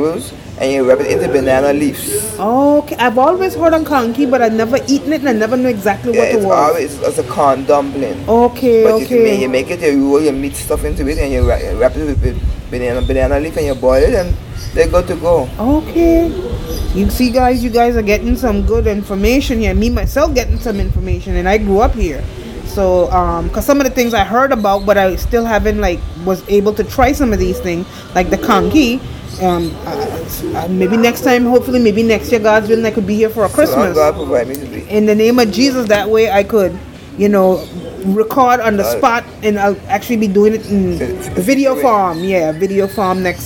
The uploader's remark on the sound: This interview was recorded on the island of Sint Maarten/Sint Martin in her back yard.